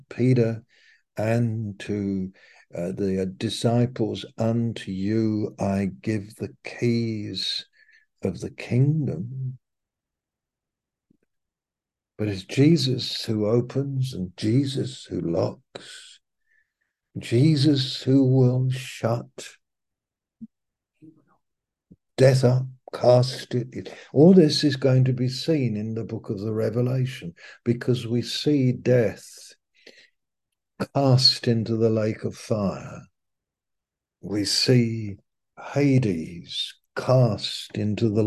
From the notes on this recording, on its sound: Malaysia Meets (Zoom).